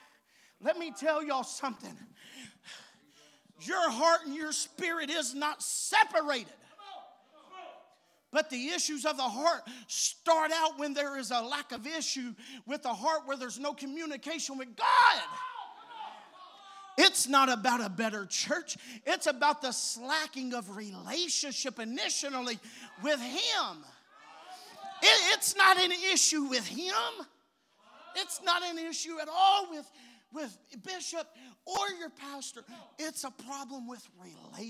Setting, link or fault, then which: setting, large echoing room